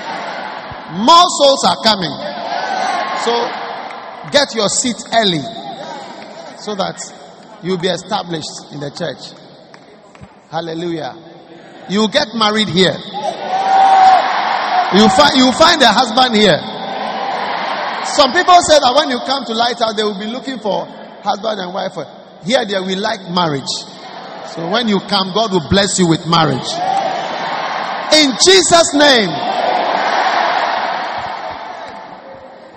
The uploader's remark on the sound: Preached at the First Love Center, Accra.